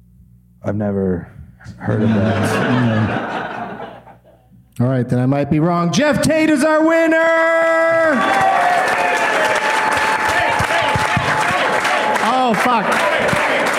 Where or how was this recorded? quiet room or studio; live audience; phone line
live audience